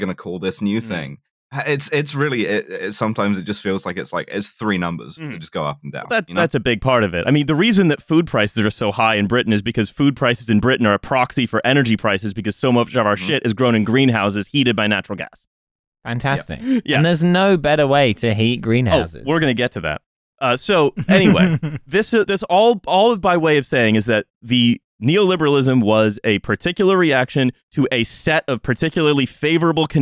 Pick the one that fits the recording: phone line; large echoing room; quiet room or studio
quiet room or studio